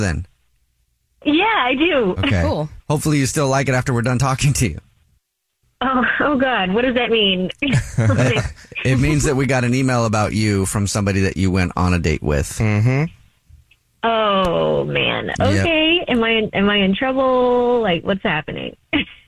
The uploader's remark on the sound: We get that other person on the phone